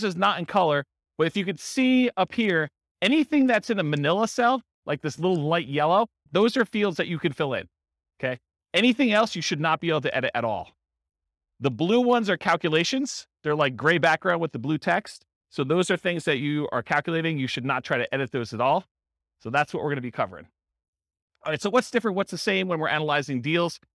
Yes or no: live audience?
yes